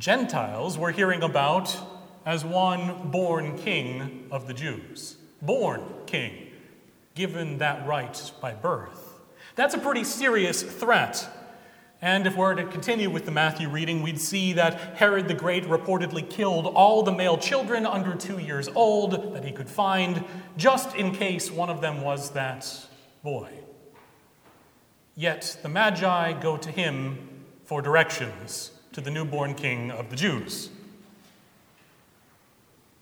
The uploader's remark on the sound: Recorded Jan 8, 2017 at Trinity Presbyterian Church in Bixby, Oklahoma